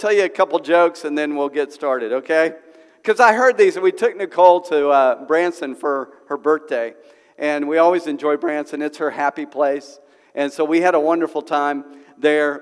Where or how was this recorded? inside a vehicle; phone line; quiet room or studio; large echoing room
large echoing room